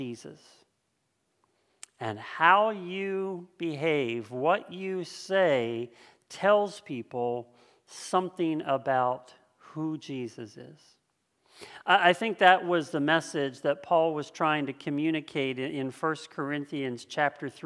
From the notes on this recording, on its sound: This sermon was originally preached on October 4th 2020 at Linglestown Life Church in Harrisburg PA.